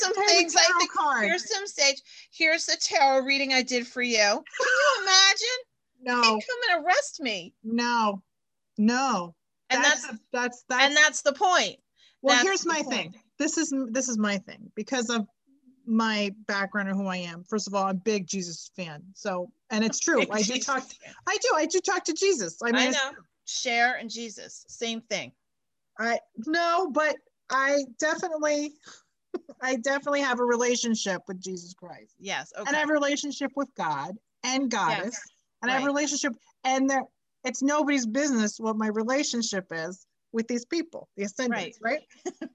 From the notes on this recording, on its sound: Zoom it up with a catch up.